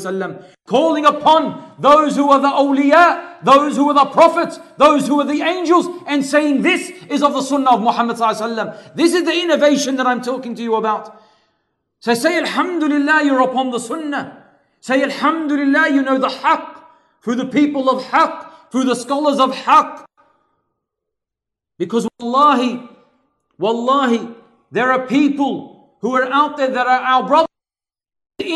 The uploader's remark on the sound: LIVE from ASWJ Auburn